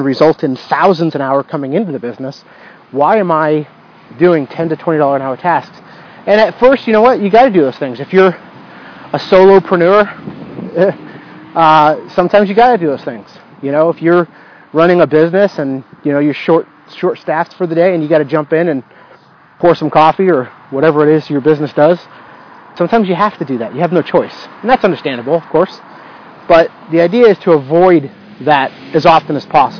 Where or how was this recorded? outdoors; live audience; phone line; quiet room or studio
outdoors